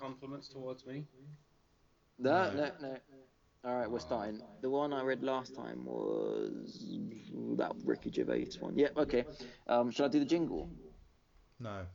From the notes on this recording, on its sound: Only let down by some audio echo I'm afraid.